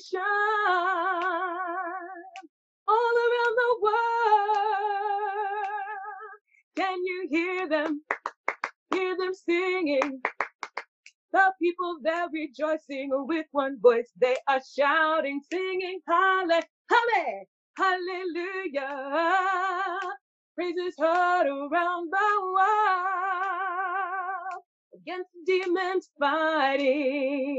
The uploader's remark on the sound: This is an audio from the Portland Church in Portland, OR.